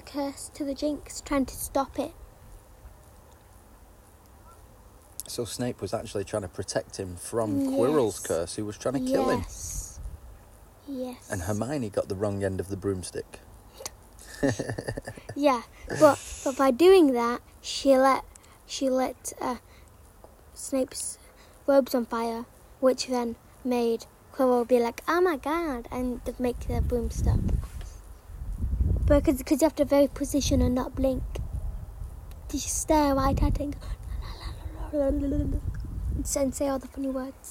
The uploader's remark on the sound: This episode is recorded outside so there may be some background noise. We are not professional broadcasters and this is just a girl and her Daddy having a conversation.